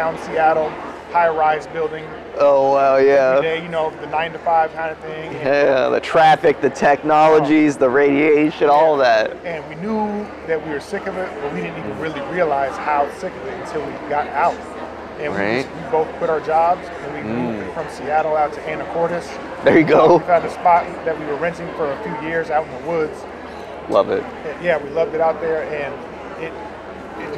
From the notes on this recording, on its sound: We continue our chat with some very interesting vendors at the Emerald Spiral Expo in Kent, Washington.